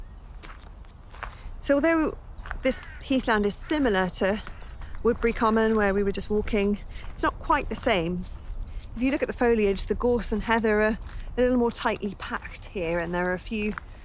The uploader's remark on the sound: The literary soundwalk continues through Harpford and Aylesbeare Commons: both RSPB reserves.